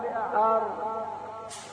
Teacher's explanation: تخرج الراء من التقاء طرف اللسان بسقف الحنك الأعلى أعلى من النون